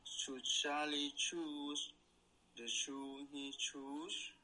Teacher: You're getting a good burst on those ch sounds.